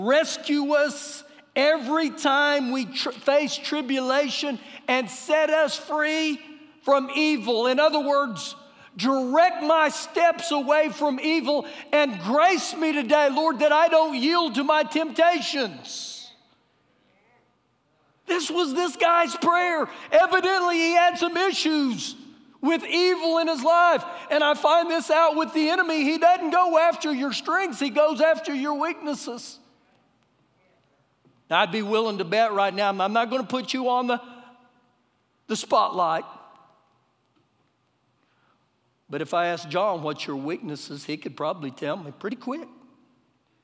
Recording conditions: large echoing room